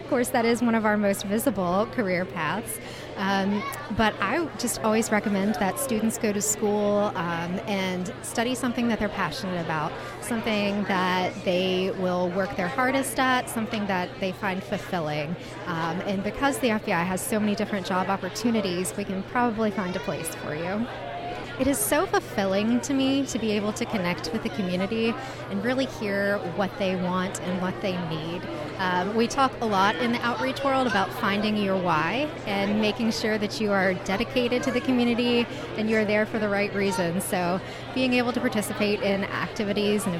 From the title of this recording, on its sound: Live at the 2023 Life Ready Expo